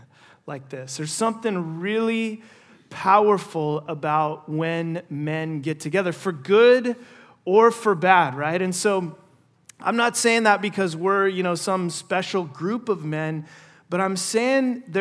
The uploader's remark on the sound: First session at our 2023 Men’s Conference